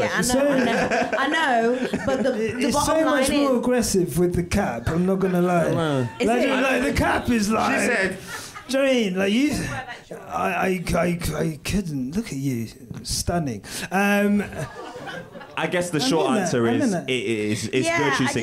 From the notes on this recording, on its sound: This is a live recording from our #QuickStopLive event following the 2022 Abu Dhabi GP.